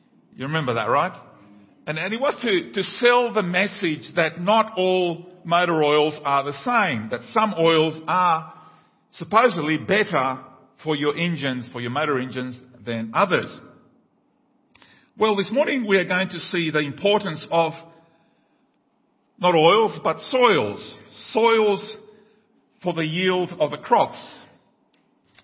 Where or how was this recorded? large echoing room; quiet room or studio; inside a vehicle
large echoing room